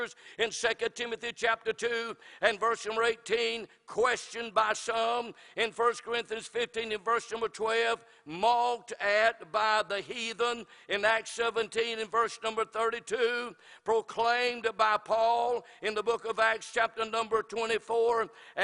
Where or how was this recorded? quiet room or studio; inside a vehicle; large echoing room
large echoing room